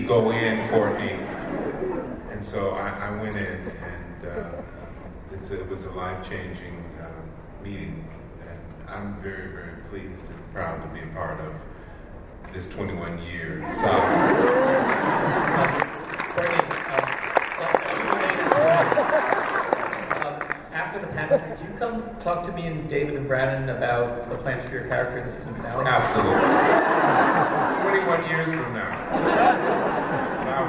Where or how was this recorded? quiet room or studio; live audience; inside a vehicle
live audience